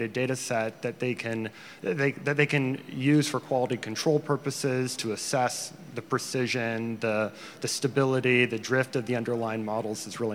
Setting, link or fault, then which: setting, busy venue